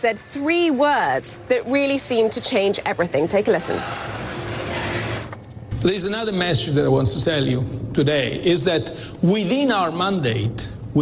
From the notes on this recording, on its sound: live from the New York Stock Exchange